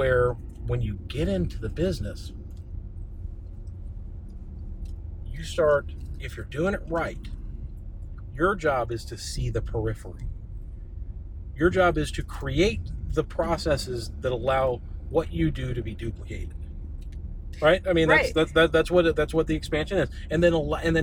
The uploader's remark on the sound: Episode one is short and raw. Recorded while driving back from a solid meeting with our Amazon fulfillment center.